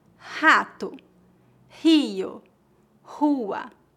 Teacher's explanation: No começo de palavras, o R é pronunciado como ha, mais ou menos como a letra H no inglês.